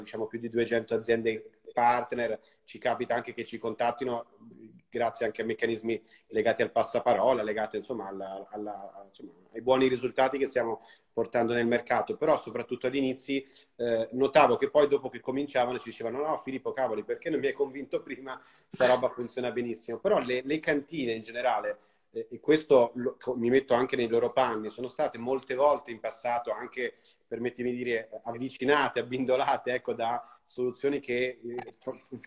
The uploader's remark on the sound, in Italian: Vi propongo la registrazione audio della diretta Instagram